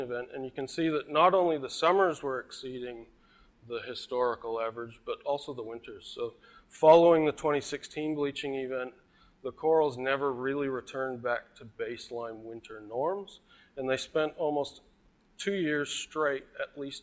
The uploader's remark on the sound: IFE Visitor Lecture recorded on 24 August, 2018.